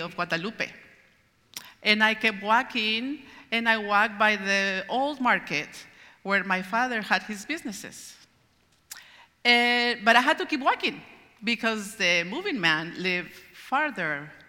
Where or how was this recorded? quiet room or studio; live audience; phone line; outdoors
live audience